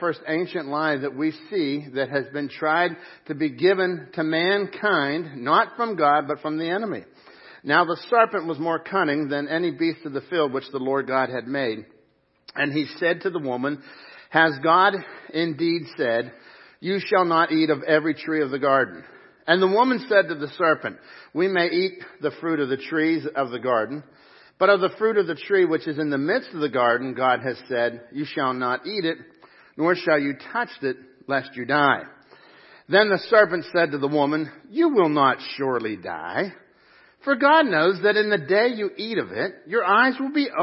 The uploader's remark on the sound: Crossroad Ministries Live Service